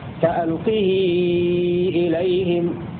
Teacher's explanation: والوجه الثاني لهشام الصلة، ويمدها بالتوسط أربع حركات، لأنها تأخذ حكم المد المنفصل وهو يوسط المد المنفصل.